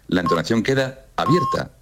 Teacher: Y luego la entonación queda abierta, si lo digo de esta forma. La entonación queda abierta, abierta, arriba, anticadencia. ¿Veis? Esto digamos que la entonación tiene un arco que va desde la cadencia hacia abajo, muy cerrada, hasta muy abierta, hacia arriba.